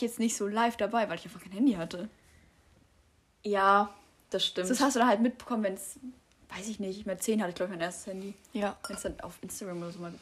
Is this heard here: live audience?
no